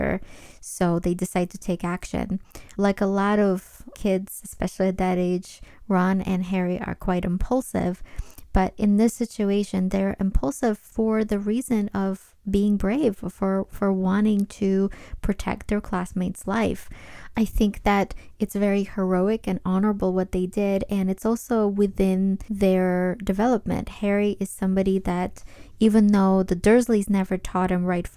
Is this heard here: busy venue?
no